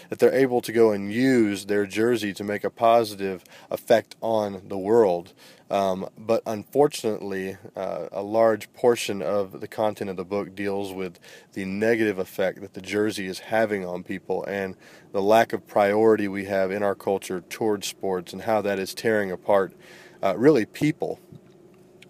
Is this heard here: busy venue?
yes